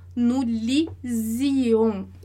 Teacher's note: repara lá que um S vai fazer som de Z no francês